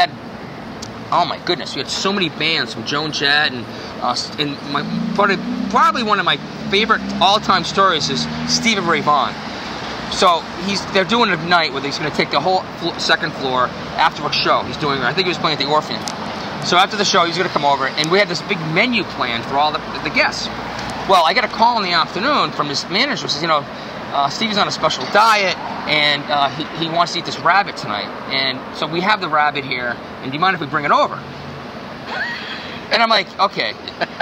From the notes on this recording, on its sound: walk and talk in Boston's Back Bay